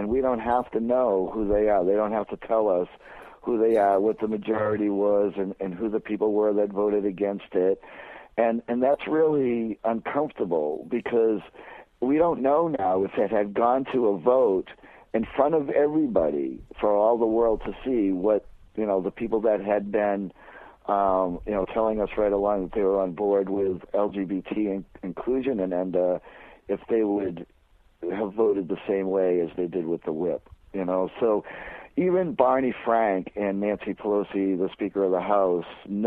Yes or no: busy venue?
no